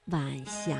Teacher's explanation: 晚霞是晚和阳平字相连，声调呢读二一调